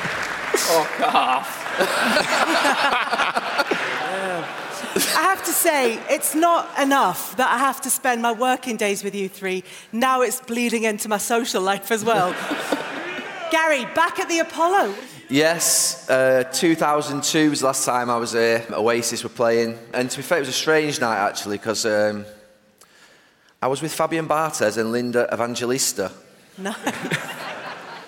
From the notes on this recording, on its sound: Our first ever Overlap Live event at the Manchester Apollo. In front of over 2,700 fans.